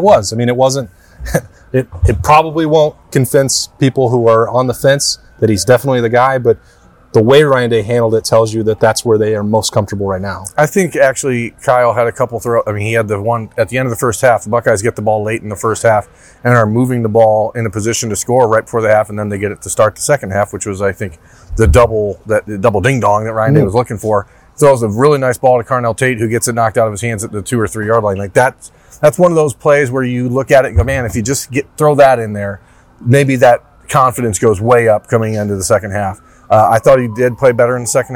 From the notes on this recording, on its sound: Broke down their thoughts from Memorial Stadium in Bloomington.